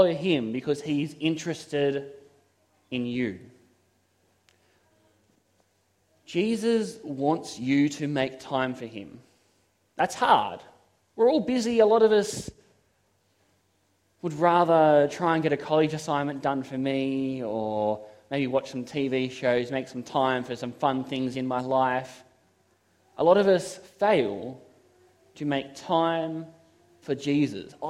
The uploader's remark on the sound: This is a sermon I preached at Toronto SDA Church.